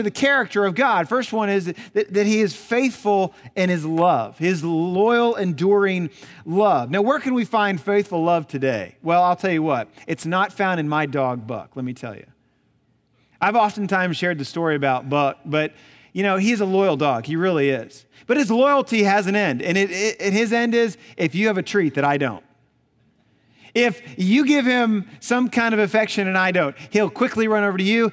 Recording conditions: large echoing room